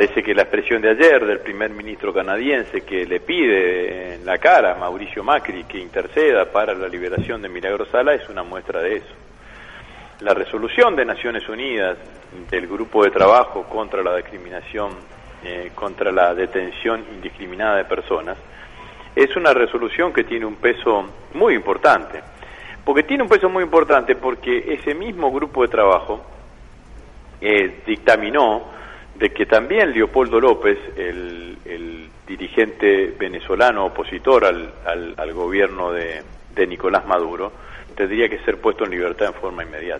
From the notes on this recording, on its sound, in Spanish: Entrevista telefónica